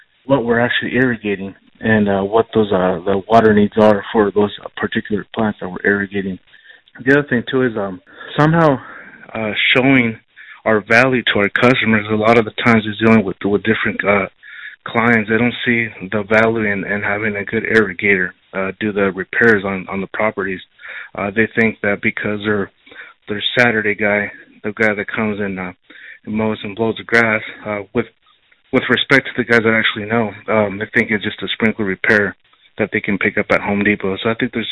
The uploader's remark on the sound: a live message from the Sprinkler Nerd Hotline